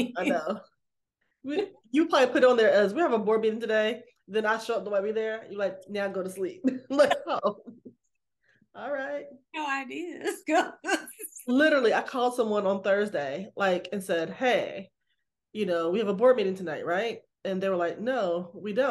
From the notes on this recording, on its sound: Back on zoom.